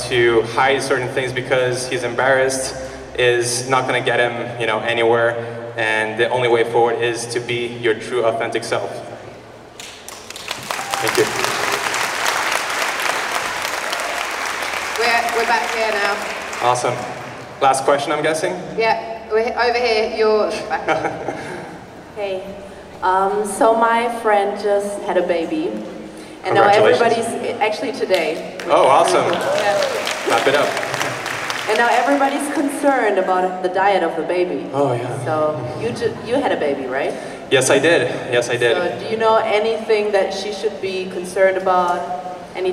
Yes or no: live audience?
yes